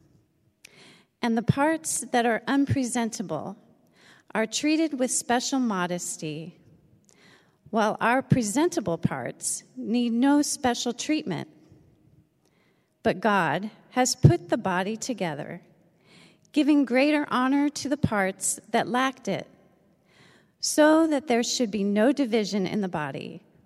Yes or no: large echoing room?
yes